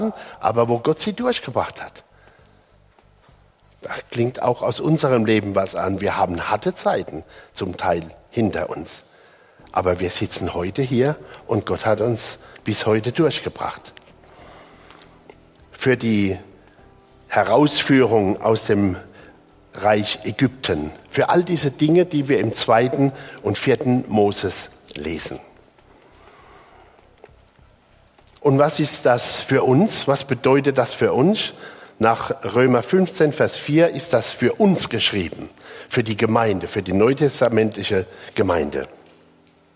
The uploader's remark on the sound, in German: Die Predigt aus dem Gottesdienst